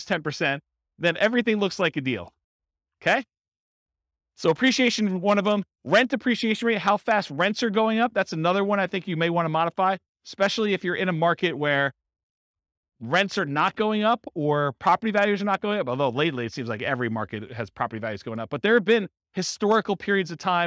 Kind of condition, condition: setting, live audience